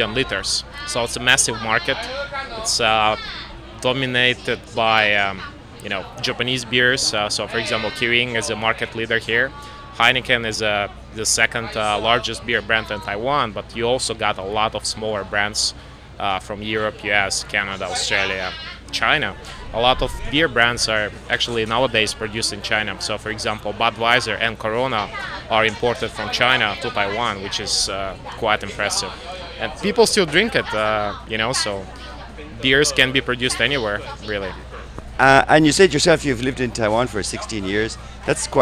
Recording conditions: busy venue